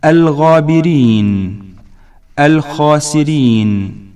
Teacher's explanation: باء وسط الحلق، ويخرج منه حرفا العين والحاء المهملتين نحو عليم، حكيم. جيم أدنى الحلق أي أقرب مما يلي الفم، ويخرج منه حرفا الغين والخاء المعجمتين